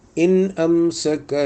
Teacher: ലുഹാറാണ് നൂനിൻ്റെ ശബ്ദം ശരിക്ക് പുറത്തേക്ക് വരണം